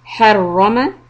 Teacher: Harrama, keep the raw heavy.